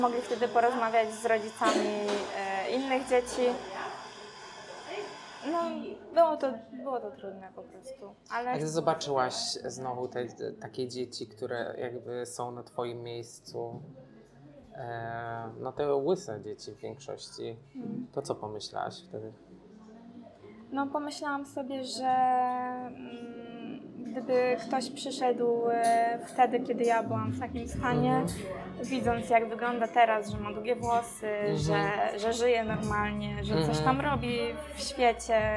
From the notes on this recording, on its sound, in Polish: Ostrzegam, że nagrywamy w kawiarni, więc z góry przepraszamy za dźwięki otoczenia.